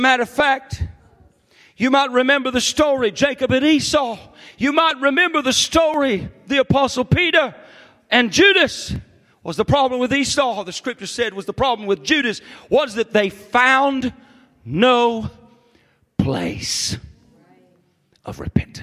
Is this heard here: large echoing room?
yes